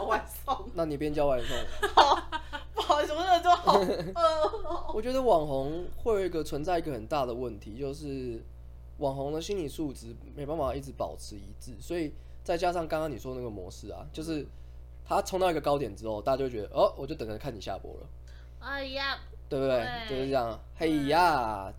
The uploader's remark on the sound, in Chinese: 中元期間錄製時一直有好兄弟們加入，若有雜音請勿在意